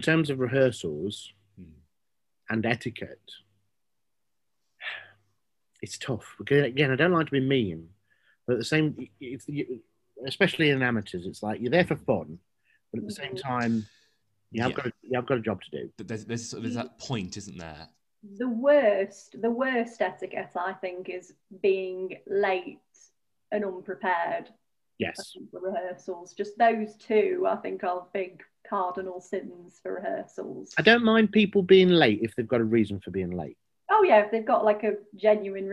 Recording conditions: video call